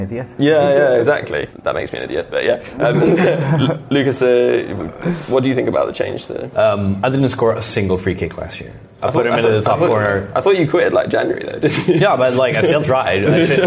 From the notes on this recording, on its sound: Live from the FIFA19 Capture Event